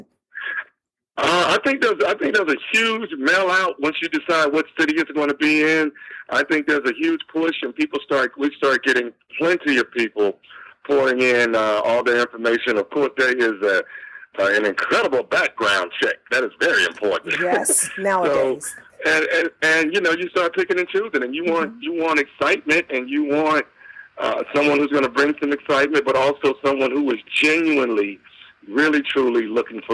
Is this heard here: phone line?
yes